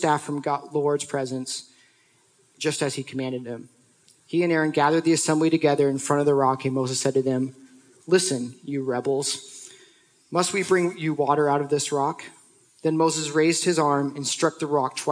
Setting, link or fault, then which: setting, live audience